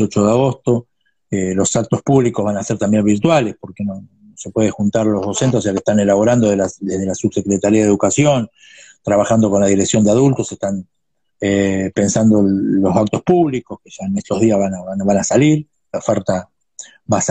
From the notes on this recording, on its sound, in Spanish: entrevista a fondo a través de Instagram live